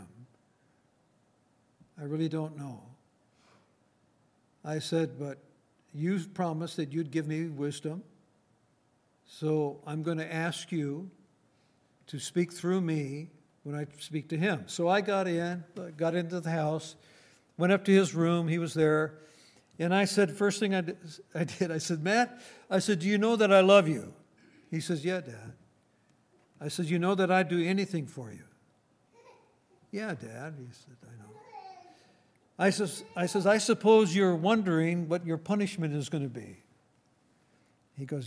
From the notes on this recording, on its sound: Recorded on February 24, 2019, at Grace Bible Fellowship in Front Royal, VA.